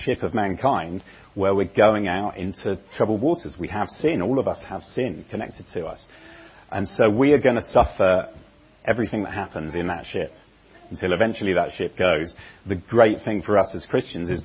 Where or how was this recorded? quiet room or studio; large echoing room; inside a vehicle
large echoing room